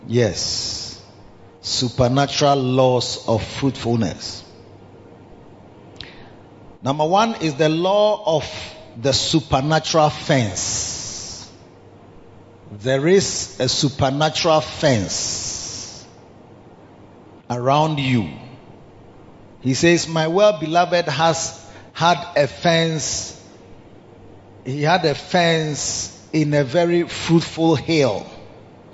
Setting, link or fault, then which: setting, large echoing room